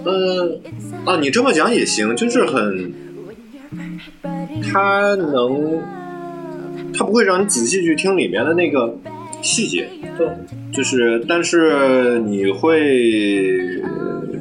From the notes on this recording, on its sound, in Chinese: 没什么录制经验，声音会稍微差了一点。第一次线下录制。